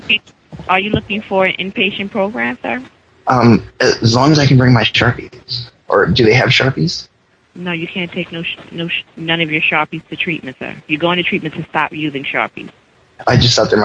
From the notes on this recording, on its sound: Prank Phone Calls